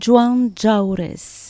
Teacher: la diphtongue ao, jaures et juan